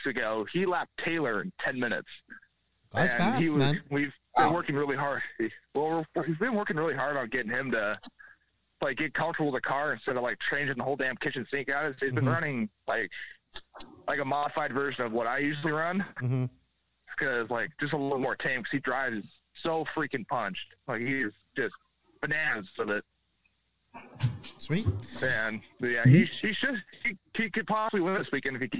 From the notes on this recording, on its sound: the audio from the NNRC Hotline this past Wednesday